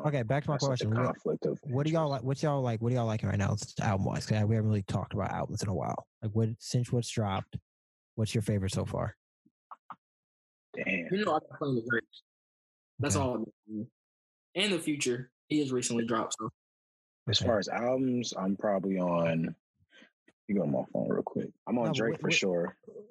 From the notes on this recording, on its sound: The Lousers are all together again on a special zoom episode.